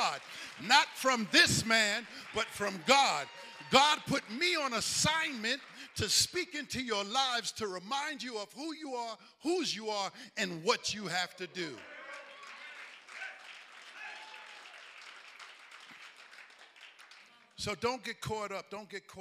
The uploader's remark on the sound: Recovery Church Live Event